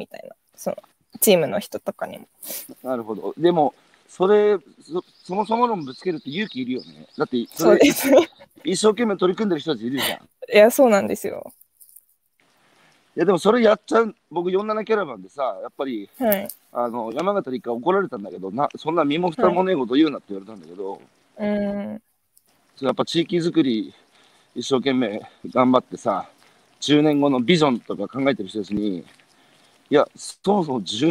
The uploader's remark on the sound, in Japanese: 歩きながら1時間、対談する。